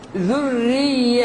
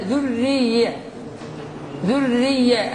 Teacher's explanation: الحرص على كسر الراء مع التشديد